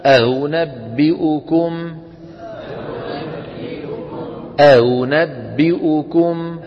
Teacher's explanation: صوت بين صوتين، بين الهمزة المحققة وحرف المد المجانس لحركتها · Term: الهمزة المسهلة